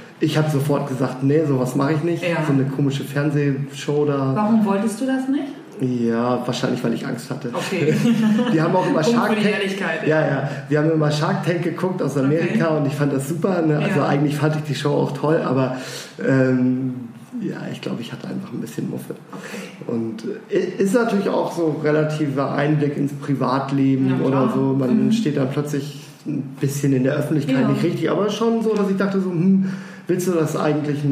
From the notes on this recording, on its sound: Eat.share.live - restart 2019.